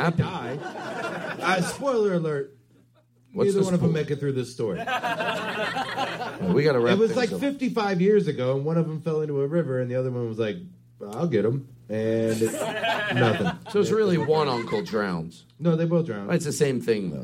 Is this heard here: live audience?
yes